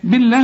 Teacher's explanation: بالله مدام الباء هنا مكسورة فلفظ الجلالة هنا مرقق